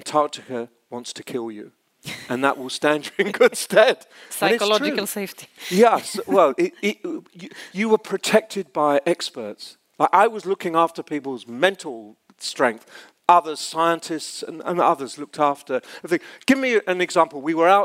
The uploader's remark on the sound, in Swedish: En inspelning av ett livesamtal från scenen på Learning Conference i september 2023 i Stockholm.